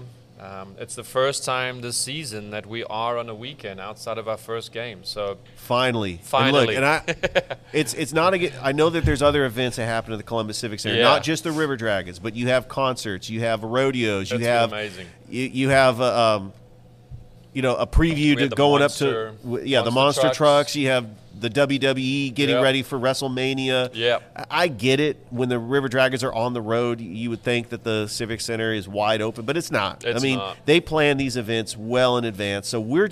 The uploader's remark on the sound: Live from Ivy Park Sports and Grill